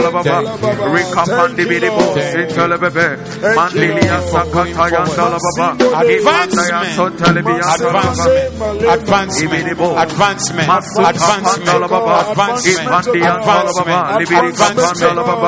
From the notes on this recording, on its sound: Preached at the Zeloo Service